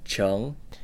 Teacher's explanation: So you have that ENG sound, ng, and in the second tone